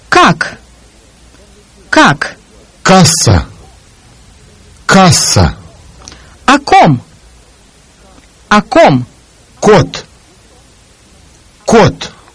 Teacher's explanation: The Russian sound is pronounced with the back of the tongue raised toward the back roof of the mouth. Unlike English, no aspiration, no audible puff of air, accompanies this sound when pronounced at the beginning of a word.